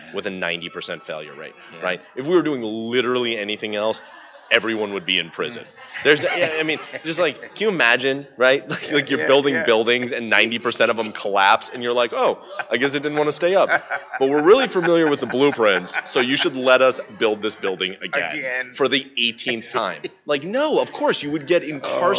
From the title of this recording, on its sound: At The 3rd Annual North Texas Recover Conference 2015